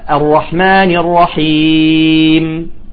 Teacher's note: مثلا الرحمن الرحيم، هاي الميم هي مو أصلا مو ساكنة، هي أصلا الرحمن الرحيم مالك يوم الدين، تمام؟ هي أصلا مكسورة ولكن أنا عرضتها للسكون فيسمى المد العارض للسكون، ويمد بمقدار 2 أو 4 أو 6 حركات